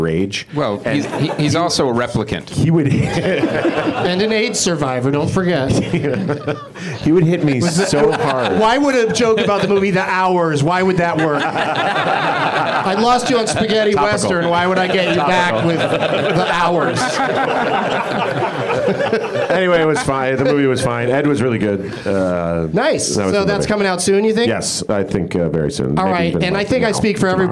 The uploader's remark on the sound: Live from the UCB Franklin